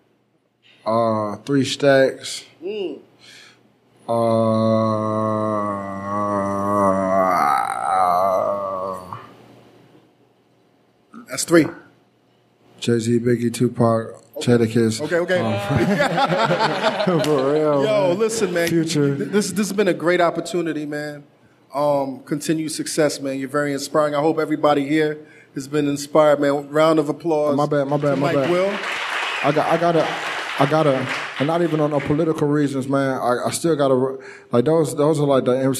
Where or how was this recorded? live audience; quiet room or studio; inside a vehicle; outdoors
live audience